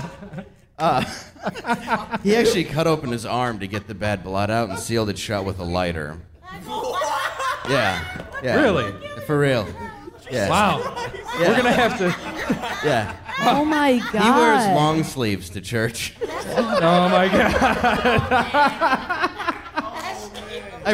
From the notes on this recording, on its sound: Recorded at the Park Bar in Detroit, Michigan. LIVE episode.